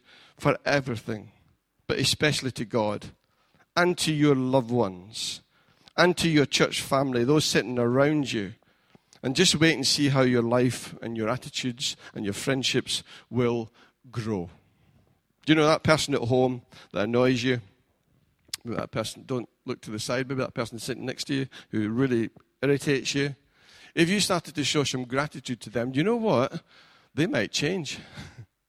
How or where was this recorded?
large echoing room